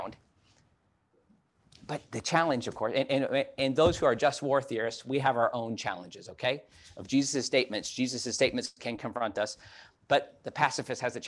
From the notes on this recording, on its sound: This message was preached at Wesley Biblical Seminary during Holy Week of 2023